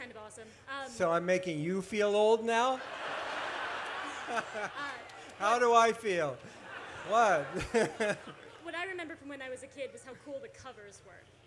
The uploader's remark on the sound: appears at the 2012 Library of Congress National Book Festival